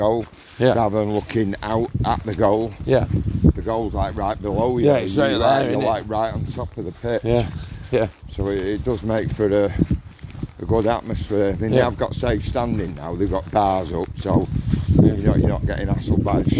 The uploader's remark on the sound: Chelsea Away (Stamford Bridge). Finish the podcast off on the walk home from the mini bus. Hopefully, the sound is ok as this had to be recorded on our phones.